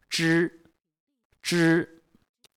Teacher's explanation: 它是翘舌音，所以舌头要翘起来舌尖往上走，顶住我们的硬腭